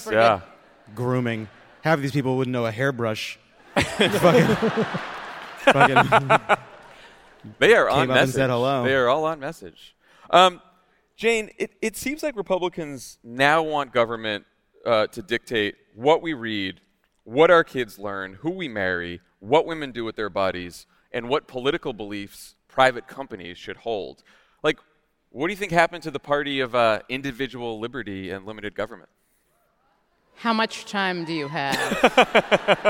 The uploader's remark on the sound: Live from D.C.!